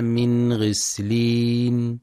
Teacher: ينتبه القارئ برواية حفص لإظهار النون الساكنة عند الغين، فلا يقرأ بالإخفاء